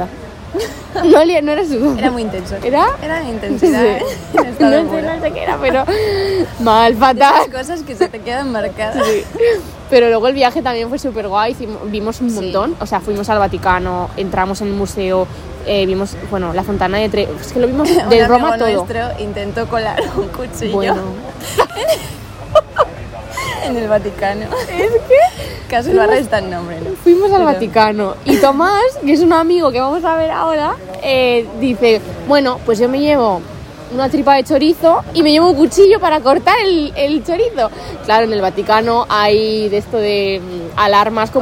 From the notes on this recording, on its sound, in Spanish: Ha sido una conversación normal entre nosotras en una terracita con muchas risotas y nuestras así que perdón por el ruido de fondo.